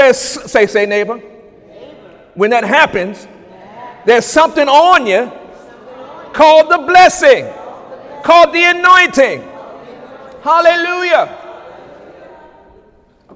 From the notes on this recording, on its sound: During Sunday morning service on July 16, 2017